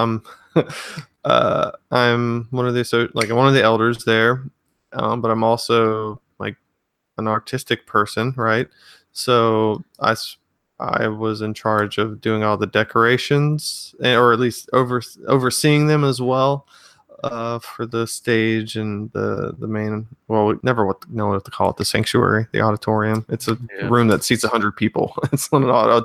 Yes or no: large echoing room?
no